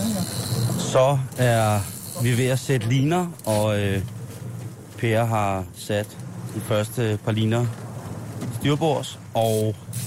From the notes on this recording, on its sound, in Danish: har lige sendt live fra Folkemødet på Bornholm